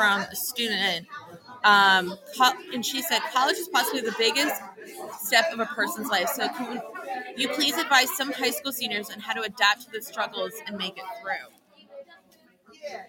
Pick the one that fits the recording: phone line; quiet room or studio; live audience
live audience